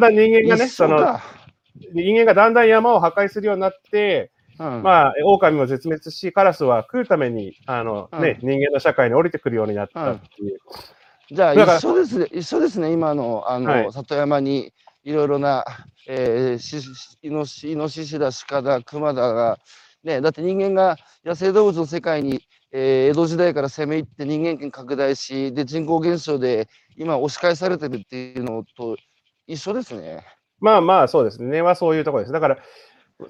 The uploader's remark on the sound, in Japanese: 歩きながら1時間、対談する